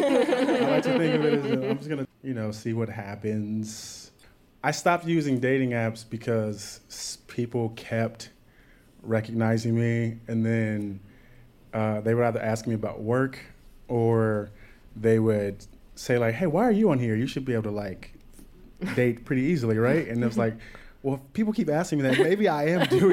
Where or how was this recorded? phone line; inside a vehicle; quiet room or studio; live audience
live audience